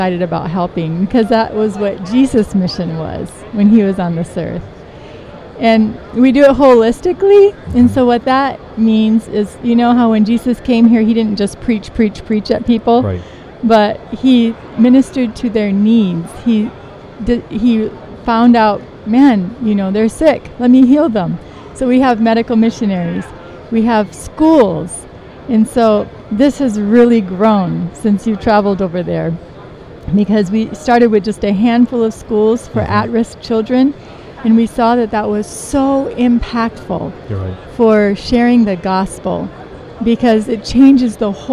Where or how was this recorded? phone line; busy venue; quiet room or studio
busy venue